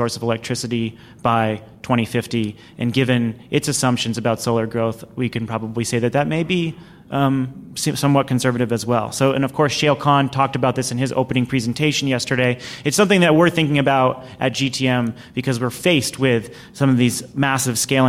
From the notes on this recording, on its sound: This week's podcast was recorded live at GTM's Solar Summit.